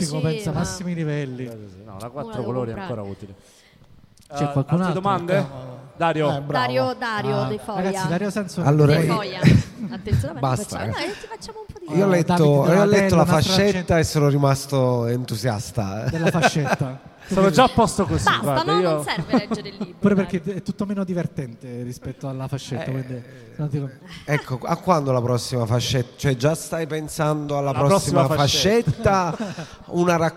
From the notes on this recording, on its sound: Live dal Foqus di Napoli